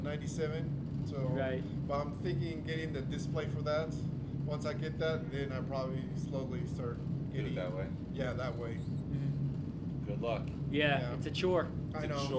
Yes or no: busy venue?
yes